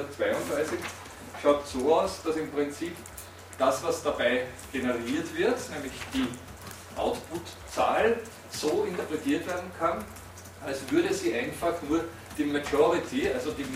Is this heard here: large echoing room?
yes